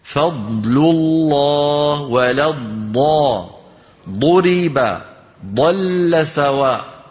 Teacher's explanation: كل هذه الضادات نعم فيها استطالة، لكنها في الساكن أوضح، لكنها في الساكن أوضح، وفي المتحرك أقل وضوحا. · Term: الاستطالة